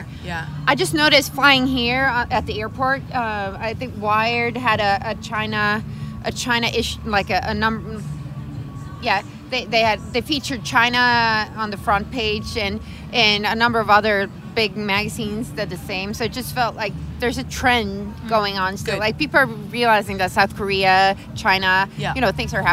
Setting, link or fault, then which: setting, outdoors